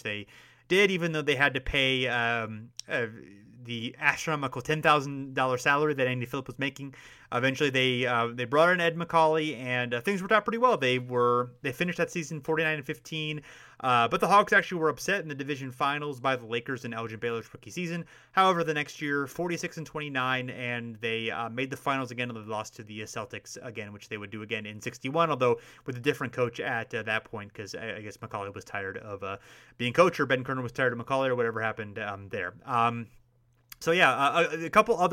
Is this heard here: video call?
no